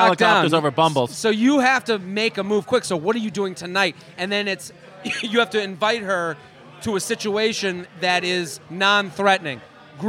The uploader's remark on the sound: comes LIVE from Hair Of The Dog